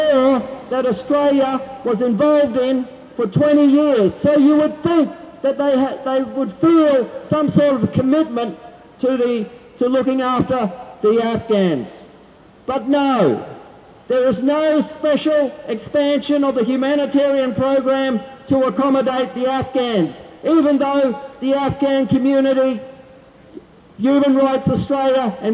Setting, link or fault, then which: setting, outdoors